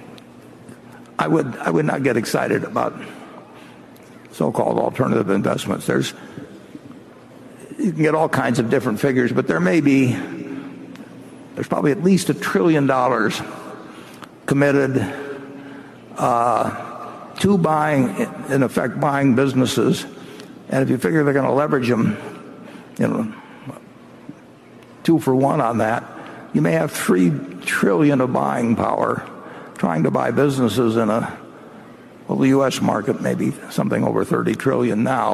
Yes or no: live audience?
yes